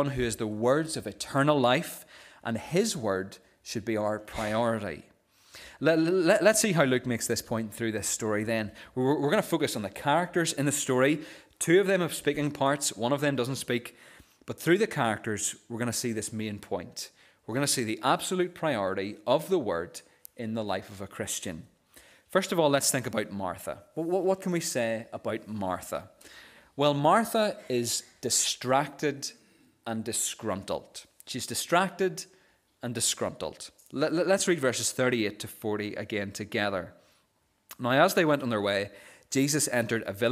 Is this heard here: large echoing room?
yes